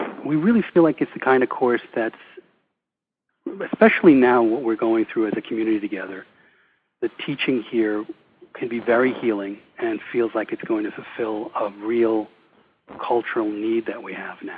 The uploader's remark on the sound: Introductory call.